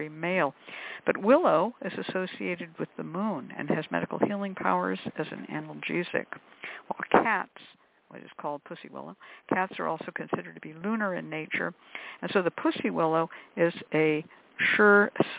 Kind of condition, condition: link, phone line